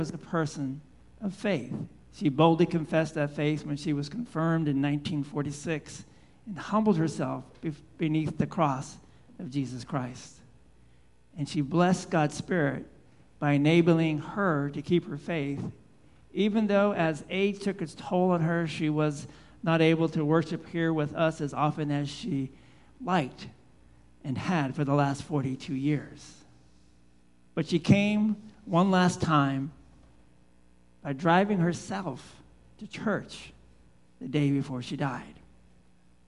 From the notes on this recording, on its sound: Live Worship Service